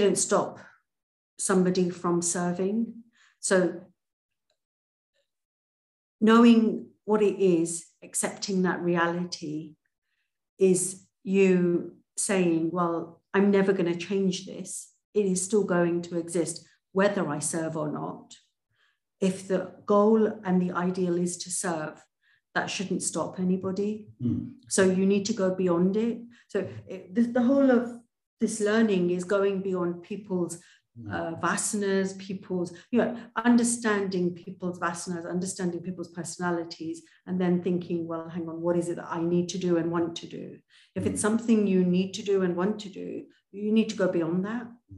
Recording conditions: video call